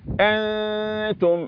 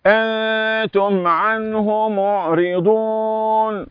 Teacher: الهمزة في شدة فيها جهر، تخرج من أقصى الحلقة